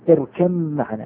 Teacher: أما لفظا ونطقا وسماعا فلا توجد باء بالمرة · Term: الإدغام الكامل